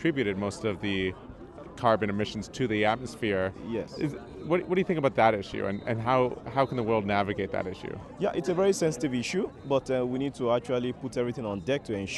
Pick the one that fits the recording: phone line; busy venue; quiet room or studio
busy venue